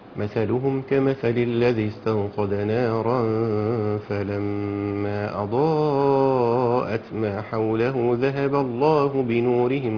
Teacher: أمدينا اثنين في المنفصل مع أربعة في المتصل وبدون غنة